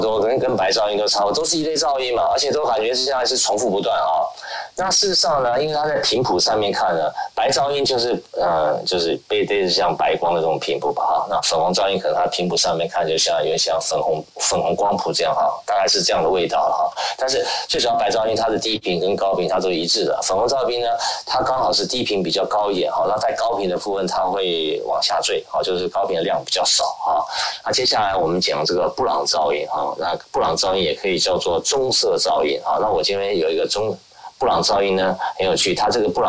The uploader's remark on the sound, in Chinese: 於clubhouse上演說並現場錄音。現場錄音，原先只存檔用並無公開，音質上請多多包涵。